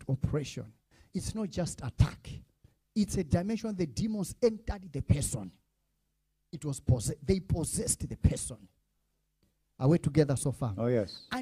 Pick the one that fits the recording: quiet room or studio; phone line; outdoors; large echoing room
large echoing room